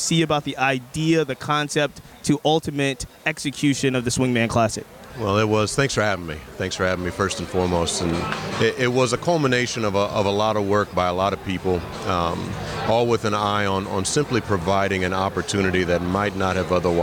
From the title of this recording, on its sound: Live from the 2023 MLB All Star Game